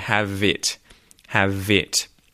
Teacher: In this one, I want you to notice that the word have and the word it get joined, and it's linked by the V at the end of have. So you hear have it, have it.